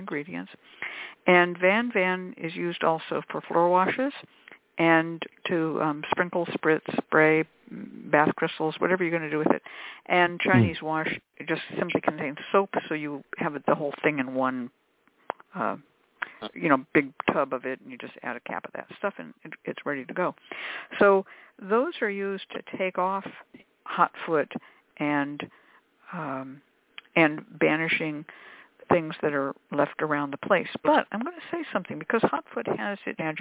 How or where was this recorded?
phone line